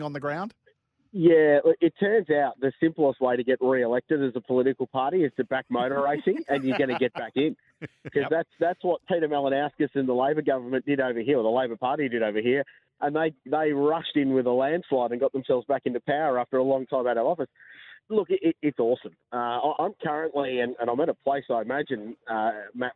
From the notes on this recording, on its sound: join us via phone